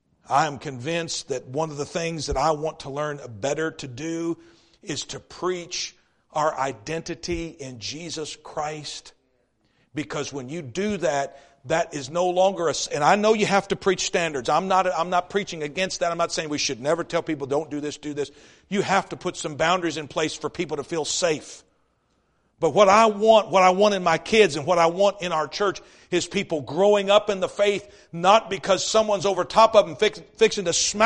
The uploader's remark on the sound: East River Baptist Church Revival Service